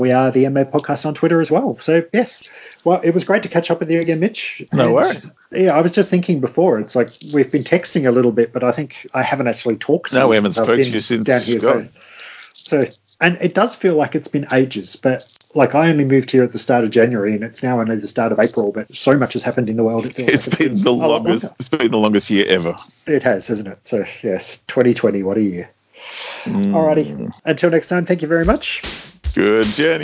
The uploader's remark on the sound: We decided that seeing as nearly every podcast out there is now recording via Skype because of social distancing, it would be a great time for us to get back on board too. As this is our first attempt at Skype recording, the sound quality isn't up to our usual standard.